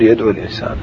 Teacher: مثل مثلا تقول يدعو الإنسان، الأول هو الواو والثاني هو الألف، فتحذف الأول تقول يدعو الإنسان بحذف الواو، بحذف الواو نطقا، حذف الواو في النطق